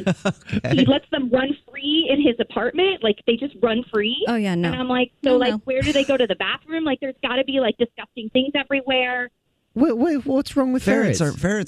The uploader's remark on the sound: Called into The Jubal Show.